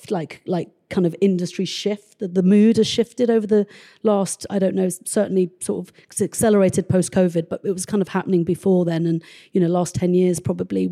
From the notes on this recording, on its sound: This is a special edition episode recorded live at Soho House.